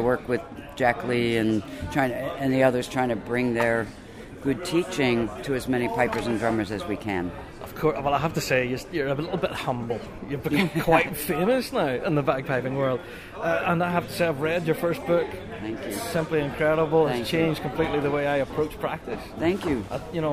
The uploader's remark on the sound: Our on the ground report from G1 Reeds presents Big Rab Show Live 2019. These are interviews that hit the cutting room floor.